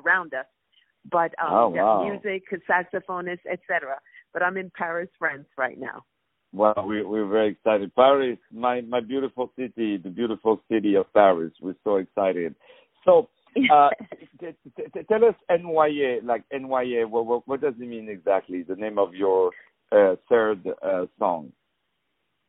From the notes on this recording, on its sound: On the phone